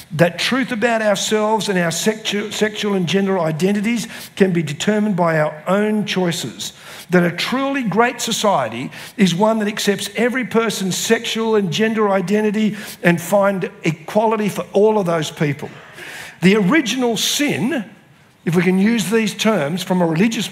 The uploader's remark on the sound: spoke at the CRC National Conference in 2023 held at Diggerland Church in Redcliffe Victoria.